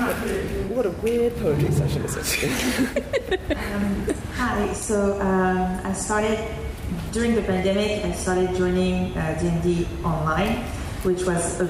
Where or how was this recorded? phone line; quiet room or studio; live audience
live audience